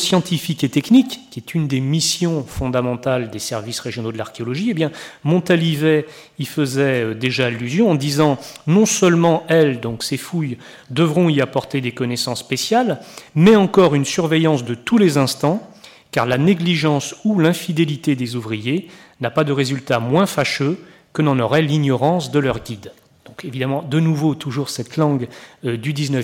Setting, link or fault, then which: setting, large echoing room